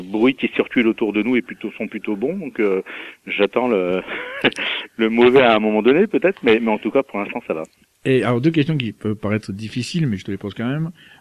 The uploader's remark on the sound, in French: reçoit par téléphone